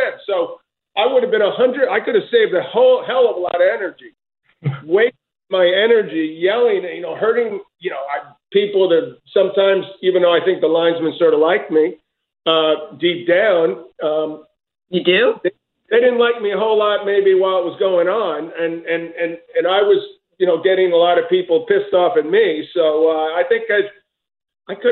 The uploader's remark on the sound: 2021 Australian Open Conference Call